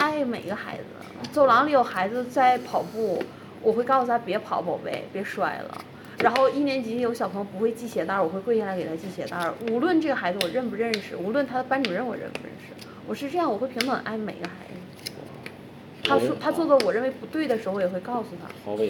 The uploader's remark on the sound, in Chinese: 这一期在麦当劳录的，可能会有很大的杂音。